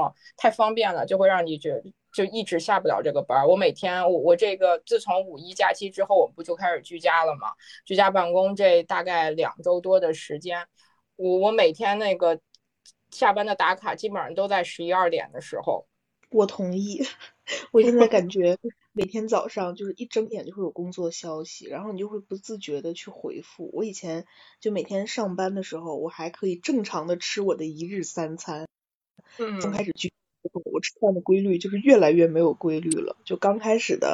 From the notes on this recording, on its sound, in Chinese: 这一期的早日退休播客是我们第二次线上录制，在居家办公的第三周。